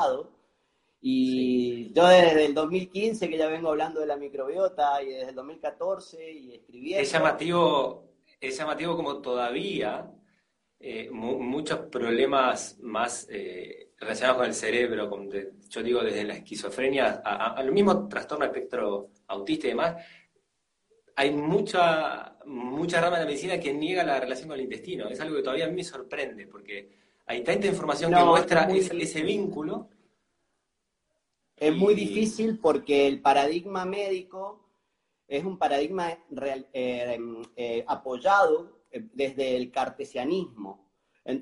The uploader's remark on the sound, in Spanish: Audio de la charla en VIVO por Instagram